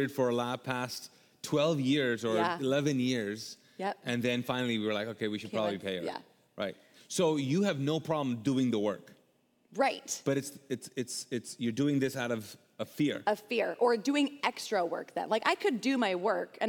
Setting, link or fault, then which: setting, large echoing room